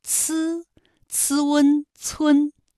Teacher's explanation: 呲音的发音状况呢，和滋相近，不同的是气流比滋要更强一些